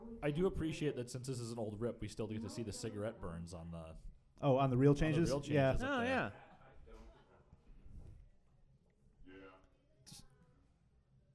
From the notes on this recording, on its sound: Coming to you live from Drifter Coffee in Ferndale, Michigan. The first ever Good Brews Bad Views live episode. A live vote where the fate of the podcast is decided upon.